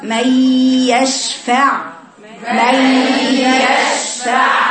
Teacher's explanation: يقع الخطأ فيها بخروج الهواء عند النطق بها وعدم مراعاة صفة الجهر في هذا الحرف اللي هو الياء لأنها مجاورة الحرف يعني متجانس معها اللي هو الألياء والشين.